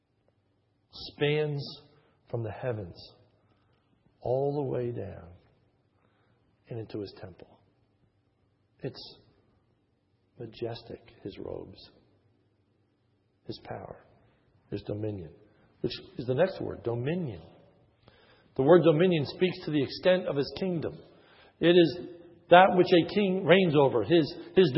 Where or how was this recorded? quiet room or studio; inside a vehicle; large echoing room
large echoing room